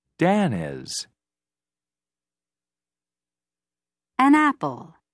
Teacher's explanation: The sound N links to a vowel sound at the beginning of the next word. · Term: Linking with the sound N